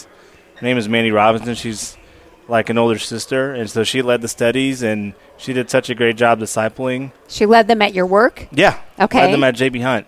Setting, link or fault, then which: setting, busy venue